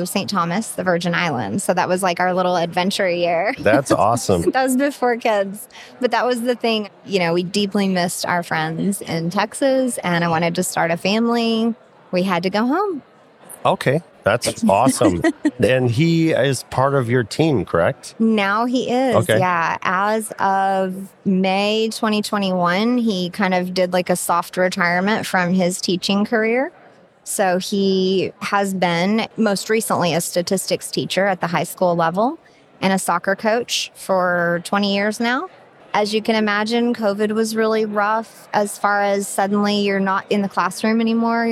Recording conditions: busy venue